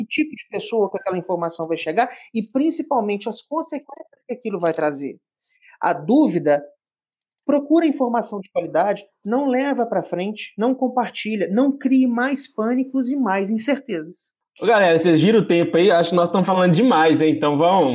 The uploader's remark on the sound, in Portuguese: Neste programa, gravado em ambiente virtual, trocamos experiências.